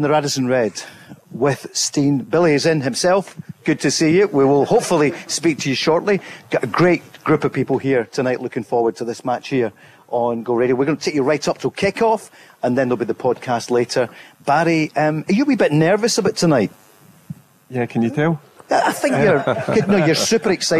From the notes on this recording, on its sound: LIVE from the Radisson RED in Glasgow.